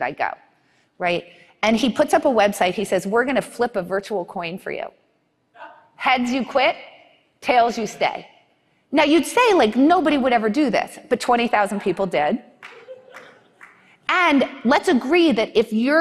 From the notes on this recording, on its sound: in front of a live audience